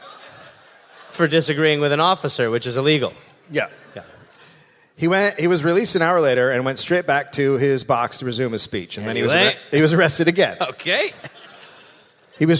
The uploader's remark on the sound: (Live)